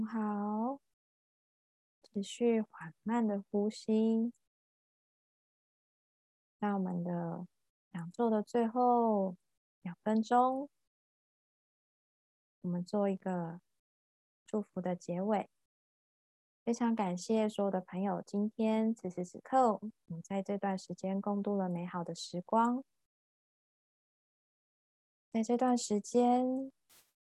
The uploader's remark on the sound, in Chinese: 聊聊好心芹ZOOM線上公益講座。